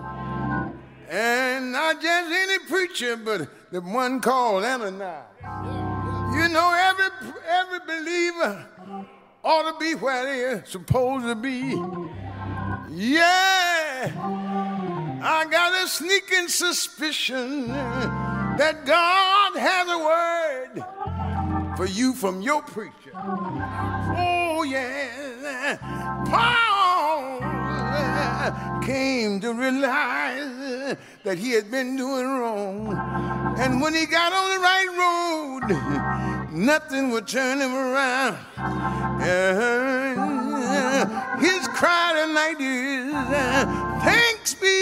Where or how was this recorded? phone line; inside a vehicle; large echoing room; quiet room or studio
large echoing room